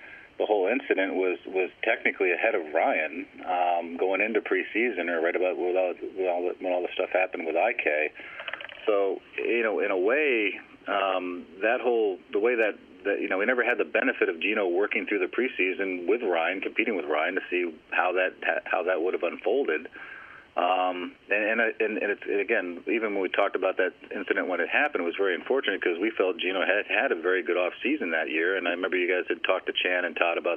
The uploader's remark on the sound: Jets GM Addressed Reporters During a Friday Conference Call